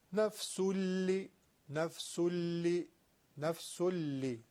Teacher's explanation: ادغام بدون غنه داره، یعنی فقط ادغام خشک و خالی تو دهن و بدون کشش، یه تشدید معمولی.